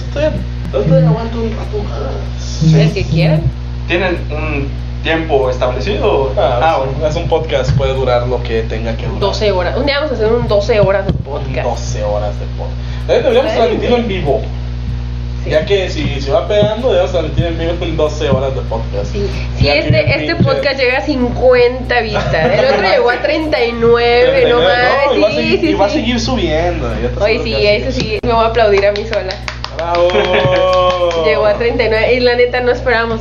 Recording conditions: background noise